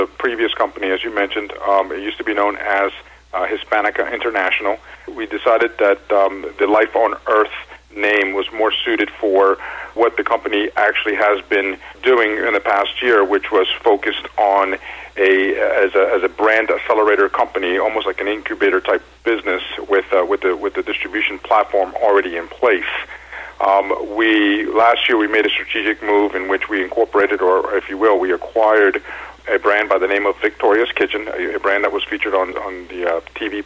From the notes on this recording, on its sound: called in to SmallCapVoice.